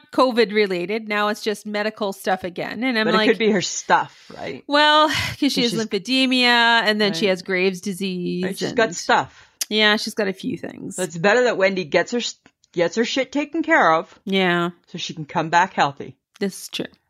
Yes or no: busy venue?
no